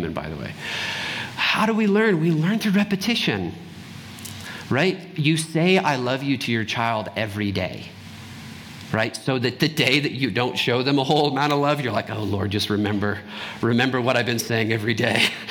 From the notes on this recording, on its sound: Trinity Anglican Church Littleton, CO